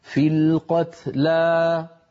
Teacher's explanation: فوقفنا عليها فمددنا الألف في القتلى مددناها مدا طبيعية